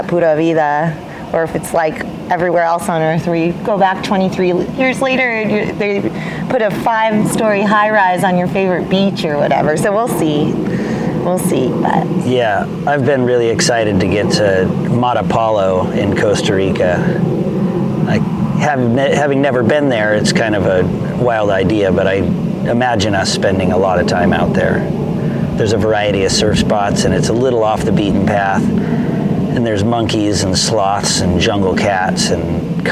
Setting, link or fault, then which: setting, outdoors